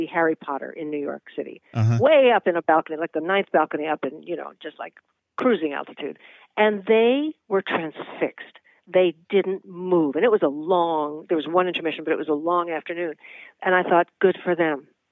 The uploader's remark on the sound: Hop on the phone.